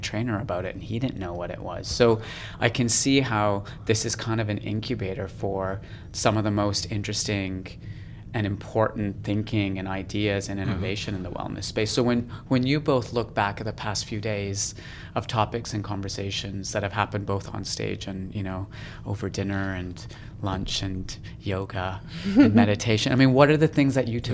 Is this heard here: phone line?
no